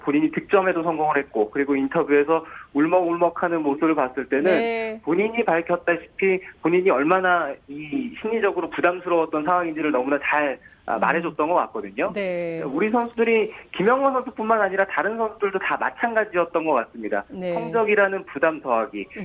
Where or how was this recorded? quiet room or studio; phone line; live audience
phone line